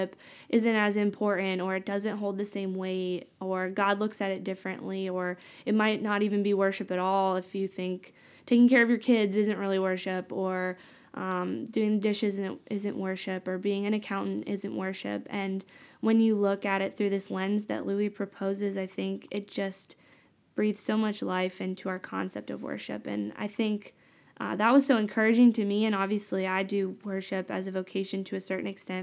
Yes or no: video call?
no